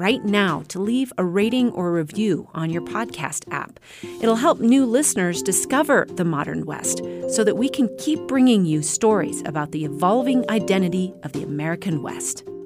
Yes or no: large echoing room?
no